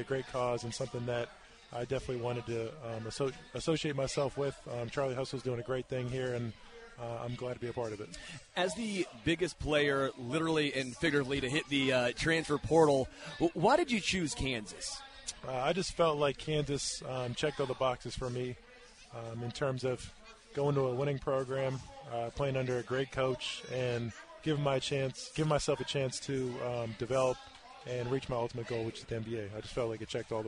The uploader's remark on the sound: LIVE from Chicken N Pickle